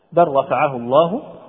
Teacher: إذن اللام في نحو كلمة بل رفعه الله مثلا، بل رفعه الله تدغم مع الراء للتقارب